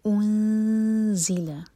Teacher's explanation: نون کی آواز کو چھپائیں گے اور زا کے لیے زبان تیار کریں گے. اور حمزہ پر ضمہ ہے تو ہمارے ہونٹ گول ہوں گے جب ہم نون کی آواز کو چھپائیں گے تو ہونٹوں کو پھیلا کر. · Term: اخفا